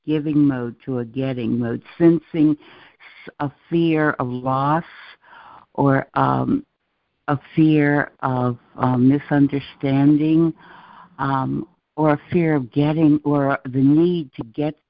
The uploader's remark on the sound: ACIM Daily Conference Call